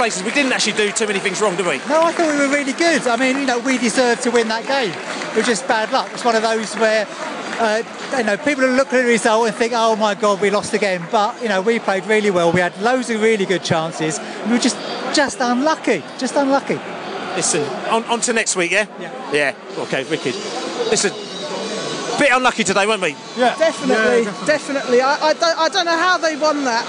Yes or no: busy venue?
yes